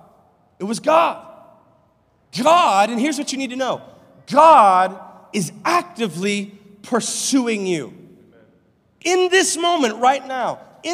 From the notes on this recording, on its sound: live from Covenant Church